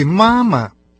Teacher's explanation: Нужно только уточнить, что знакомое нам слово «мама» по-китайски произносится не только «ма» с первым тоном, но и почти совсем как по-русски «мама» – первый и легкие тоны